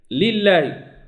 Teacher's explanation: لما سبقت اللام بالكسره لام لفظ جل الله لا بد من ترقيق